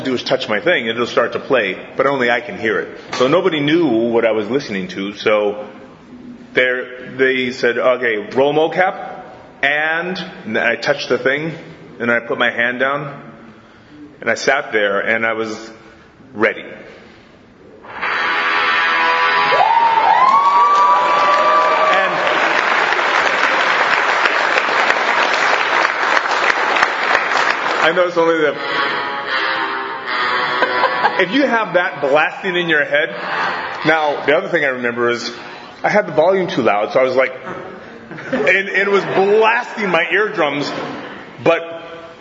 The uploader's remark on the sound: If you couldn’t make it to Chicago this past July, fret not, we got you covered! Standing room only panel from the con.